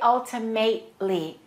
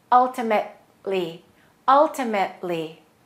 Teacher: Make sure that you reduce the A. · Shown in: second take